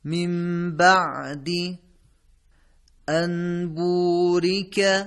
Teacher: ما کاملا نون رو حذف کردیم و به جاش میم رو تلفظ کردیم، چون عرض کردیم که نون ساکنه موقعی که یا تنوین موقعی که به حرف با برسه نون ساکنه تبدیل به میم میشه.